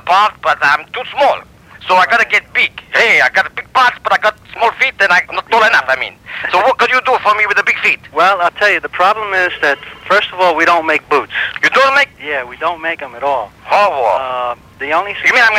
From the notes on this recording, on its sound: Personal Prank Phone Calls Collection